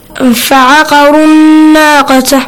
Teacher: He stretched the sound of noon, didn't he? · Term: إِدْغَام